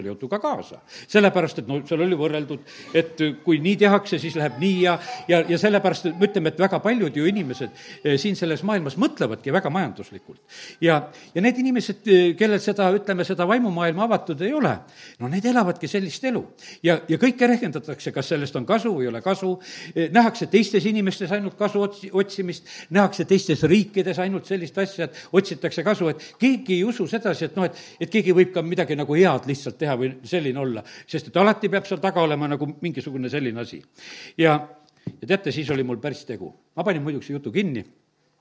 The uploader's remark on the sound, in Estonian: Audio salvestus koosolekult